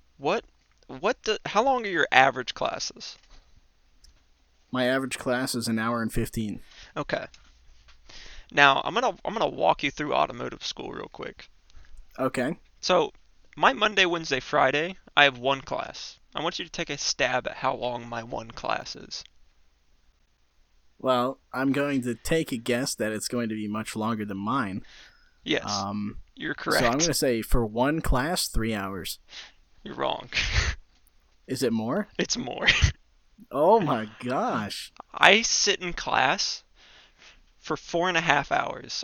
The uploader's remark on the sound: I apologize for the audio popping, still trying to figure out how to get all the audio buttery smooth together.